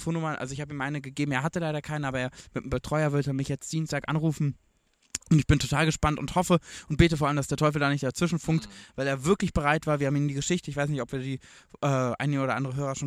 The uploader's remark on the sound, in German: Live vom Grill